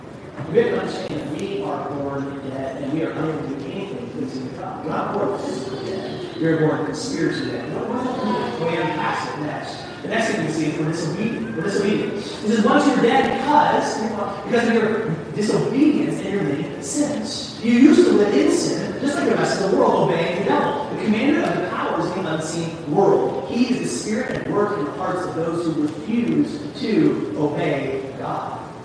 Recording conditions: poor sound quality